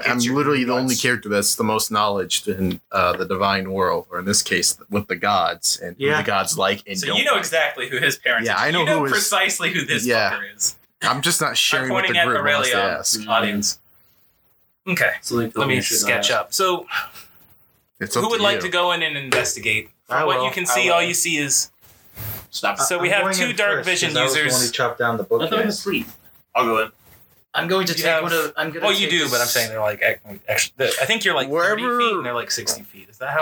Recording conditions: poor sound quality